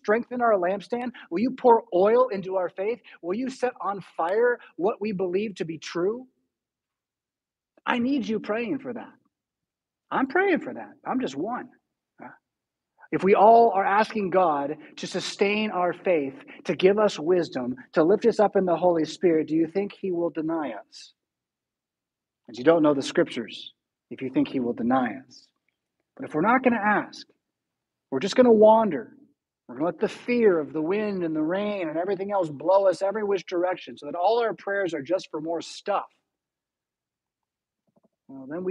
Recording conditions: large echoing room